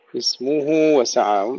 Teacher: وضح أن هناك صلة مدها حركتين